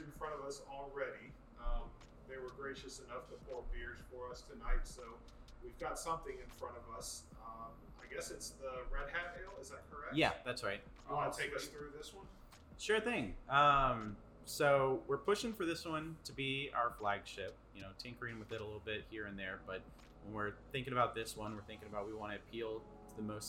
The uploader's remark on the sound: Crazy Gnome Brewery Interview - On site! The host's mics failed us and we failed to bring headsets to keep track of audio fupuckery.